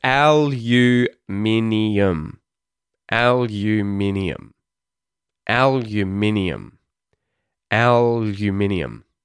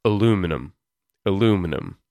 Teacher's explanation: I think there's a few extra schwa sounds in my version of it. · Shown in: first take